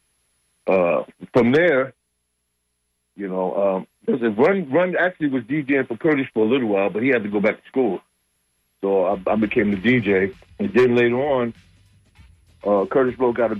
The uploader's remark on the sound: unique magazine format call-in show